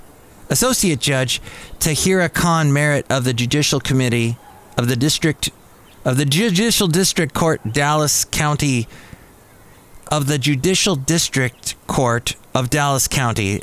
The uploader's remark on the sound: Podcasts live from Cafe Anyway.